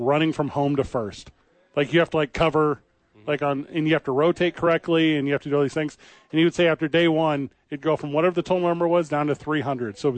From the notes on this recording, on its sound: live from the YMCA